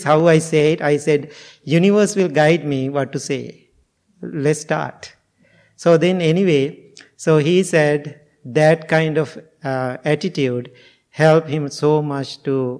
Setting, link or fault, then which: setting, large echoing room